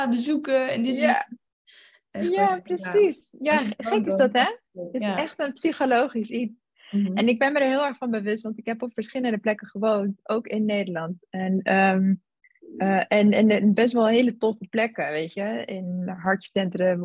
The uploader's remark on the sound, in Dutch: Deze aflevering speelt zich online af via zoom.